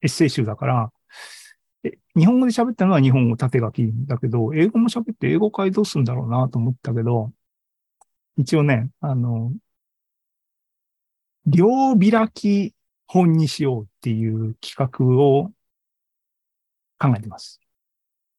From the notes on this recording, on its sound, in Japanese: ２０２３年４月２６日に開催した ZOOMライブの模様です